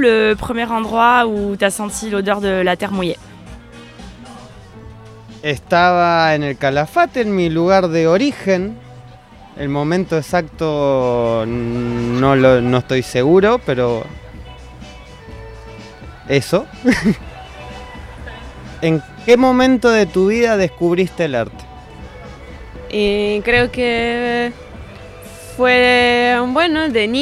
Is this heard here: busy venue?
yes